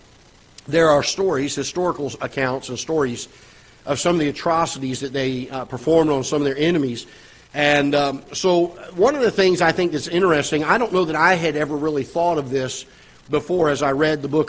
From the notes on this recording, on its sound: Ketha Heights Baptist Church ~ Live Broadcast.